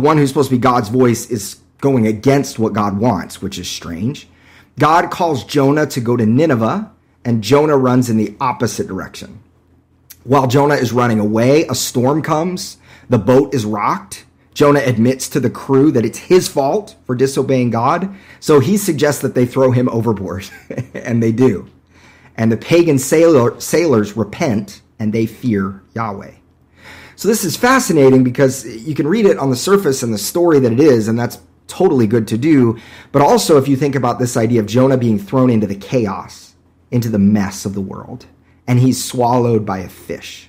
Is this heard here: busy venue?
no